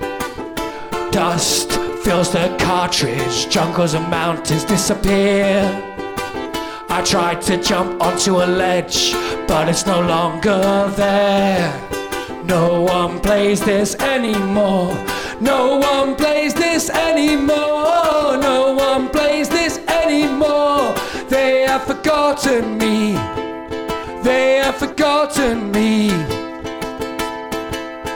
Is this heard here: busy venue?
yes